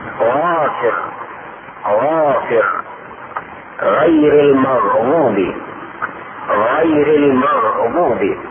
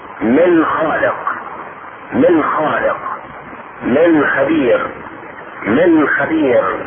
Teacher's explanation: أدنى الحلق يعني أقربه مما يلي الفم وهو مخرج الغين والخاء